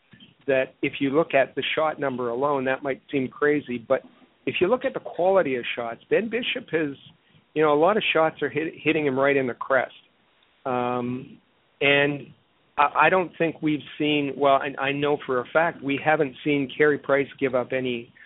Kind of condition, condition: link, phone line